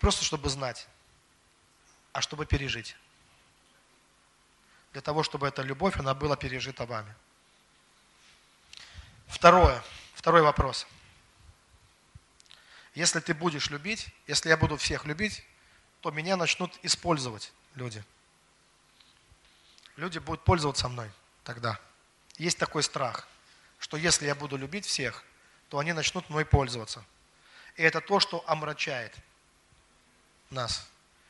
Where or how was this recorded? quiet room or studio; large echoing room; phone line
large echoing room